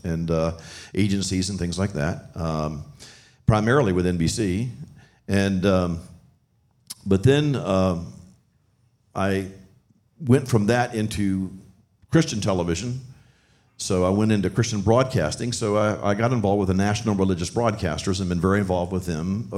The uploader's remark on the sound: With a live audience. Live audience from Friends of Israel’s National Prophecy Conference: The Seven Feasts of Israel.